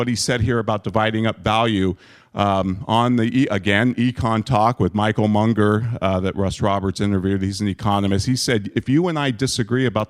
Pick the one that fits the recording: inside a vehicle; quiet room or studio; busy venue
busy venue